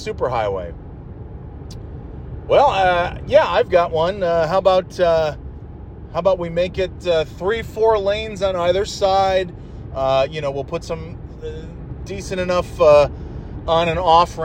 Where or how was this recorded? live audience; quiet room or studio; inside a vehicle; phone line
inside a vehicle